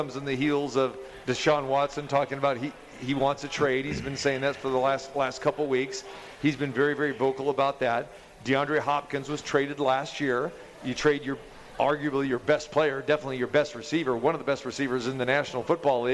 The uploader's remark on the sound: Live From The Cosmopolitan.